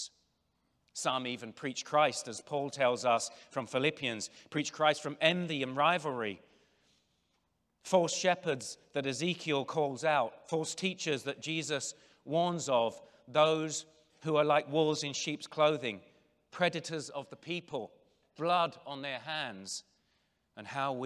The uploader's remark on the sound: General Session IV from the 2023 Shepherds 360 Conference